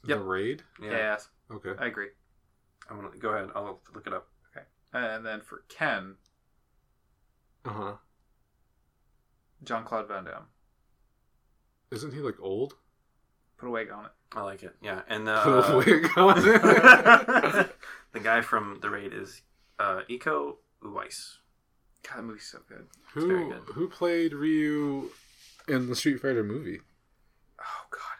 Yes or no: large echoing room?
no